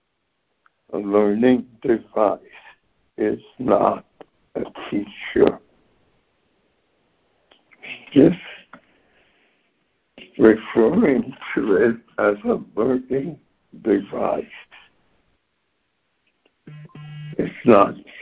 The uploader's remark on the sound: ACIM Daily Conference Call.